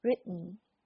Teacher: 其实是这个 t 要 hold 住，然后直接发 n 的这个音